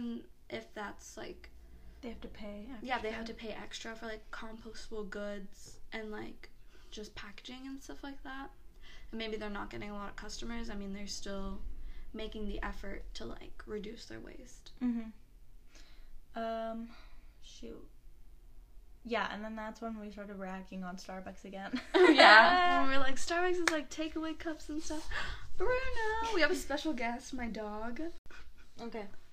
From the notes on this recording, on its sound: On the bright side, we figured out the audio situation so your ears will be spared from now on.